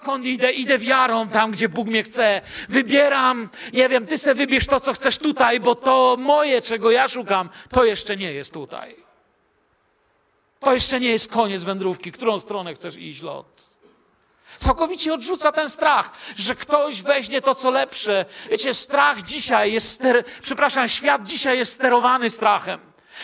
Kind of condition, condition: setting, large echoing room